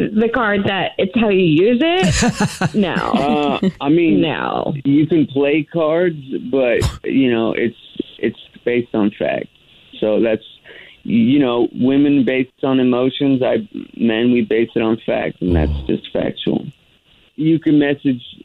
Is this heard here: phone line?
yes